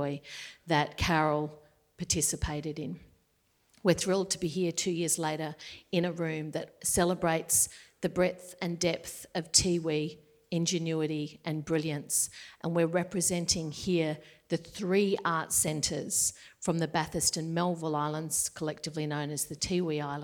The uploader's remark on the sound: Recorded before a live audience at the Art Gallery of South Australia on Sunday 17 October 2021, during the opening weekend of Tarnanthi 2021.